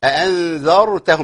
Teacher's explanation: الراء هنا مفخمة، أأنذرتهم لأن قبلها مفتوح وهي ساكنة، أم لم في ناس تقولك أم لم تنذر، لما تجريش أم لم تنذر الراء هنا مرققة لأن قبلها إيه كس، دي قبلها ذال ودي قبلها ذال، بس دي قبلها ذال مفتوحة ودي قبلها ذال إيه مكسورة، يبقى إيه أأنذرتهم أم لم تنذرهم.